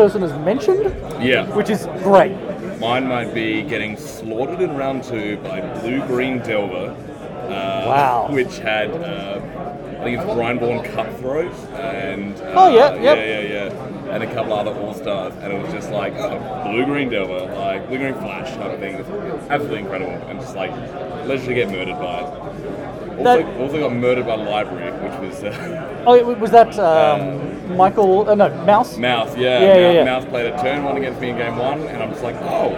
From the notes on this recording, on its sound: A slightly experimental episode with a lot of noise, but it's a series of short interviews with about 10 or 20 people from Australian Highlander Nationals